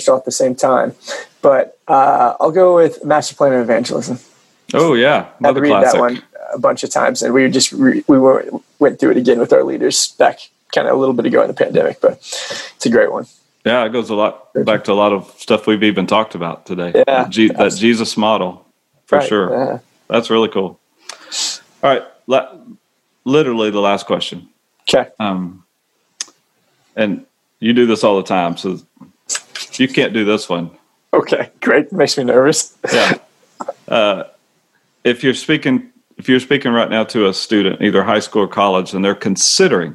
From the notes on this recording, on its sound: We zoomed.